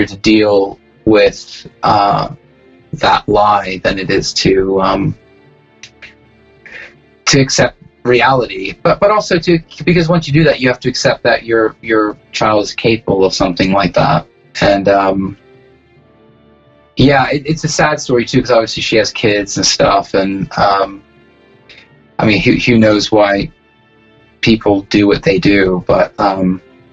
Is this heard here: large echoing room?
no